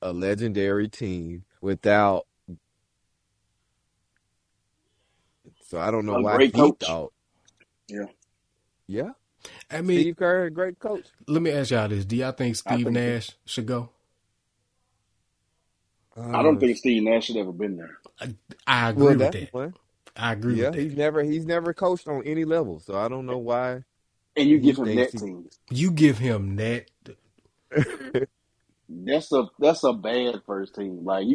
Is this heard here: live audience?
no